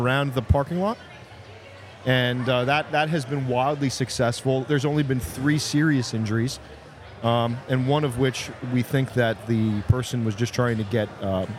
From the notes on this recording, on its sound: This episode was recorded live